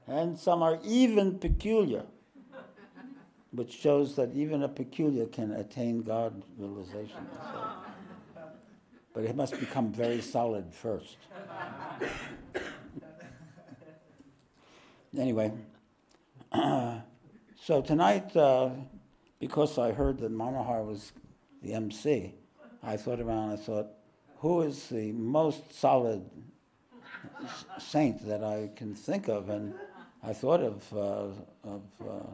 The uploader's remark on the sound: This podcast was recorded live at The Ashram in Mount Eliza on the 24th of June, 2023.